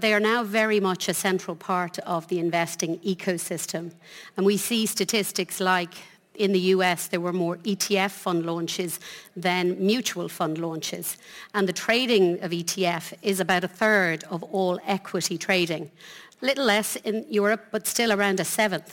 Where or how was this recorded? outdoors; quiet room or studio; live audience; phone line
live audience